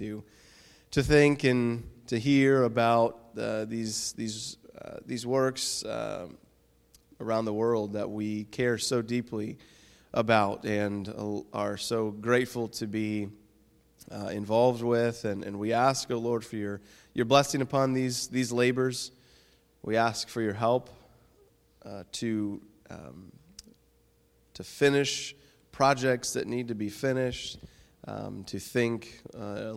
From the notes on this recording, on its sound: Sunday school session from our annual Missions Conference from Redeemer Baptist Church, located in Rincon, Georgia